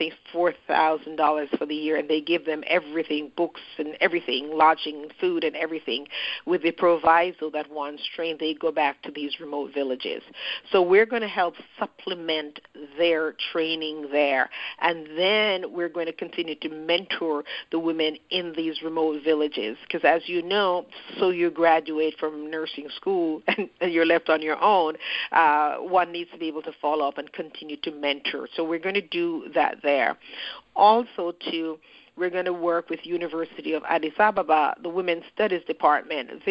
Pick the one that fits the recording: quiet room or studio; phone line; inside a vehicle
phone line